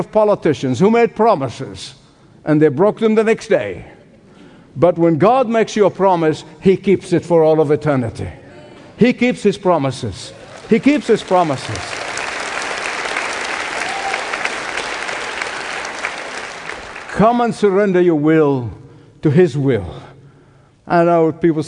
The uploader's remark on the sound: Hope Ireland, a Leading The Way Evangelistic Celebration, originally broadcast LIVE from Waterfront Hall in Belfast, Northern Ireland.